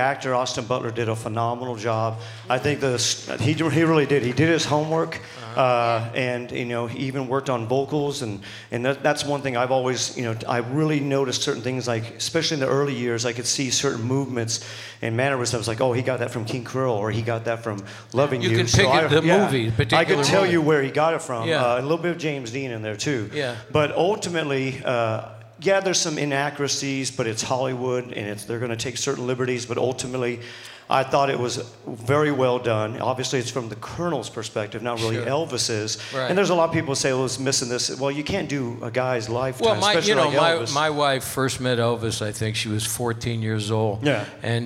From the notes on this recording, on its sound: Live at the South Point Casino